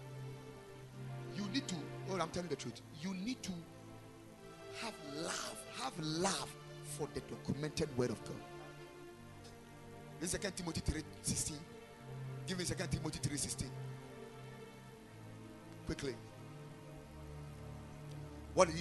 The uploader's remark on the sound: Preached at Ekklesia Chapel